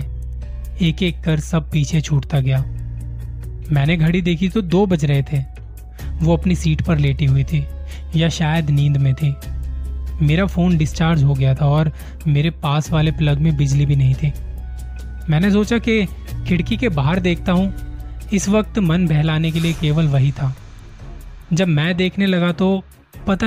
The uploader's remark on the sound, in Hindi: ye recording direct mobile se ki thi, isliye audio quality itni sahi nahi hai